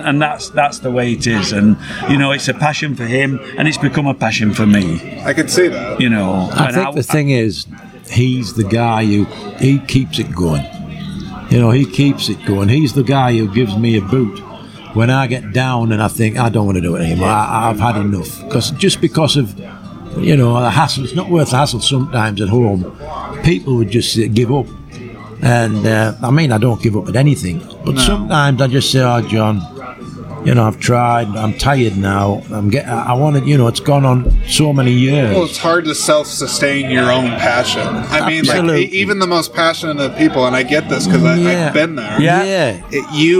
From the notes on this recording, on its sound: This episode is the third in a series of exclusive conversations that were recorded on site at the 16th Annual Iowa Independent Film Festival. This was recorded at 173 Craft Distillery in Clear Lake, IA.